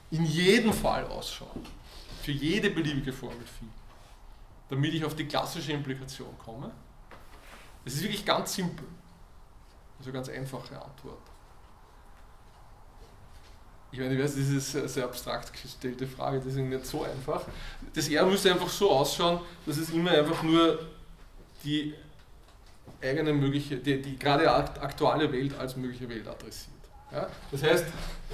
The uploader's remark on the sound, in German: Diese Vorlesung wurde von Studierenden aufgenommen